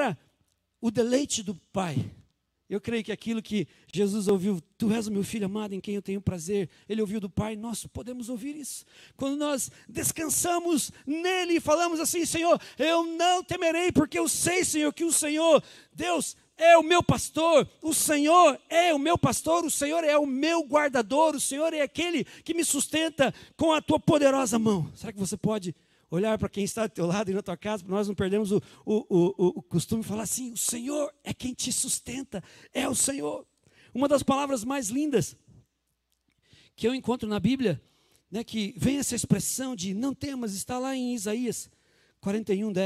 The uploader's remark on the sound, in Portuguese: Culto de Páscoa, dia 12/04/2020 na Igreja ABA Curitiba (Transmitido ao vivo).